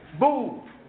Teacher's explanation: The dhamma is a rounding of the lips. See how my lips round when I say boo?